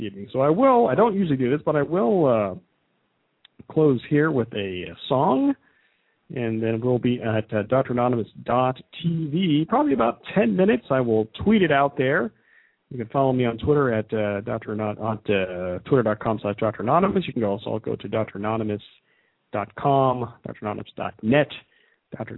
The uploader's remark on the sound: taking a couple of phone calls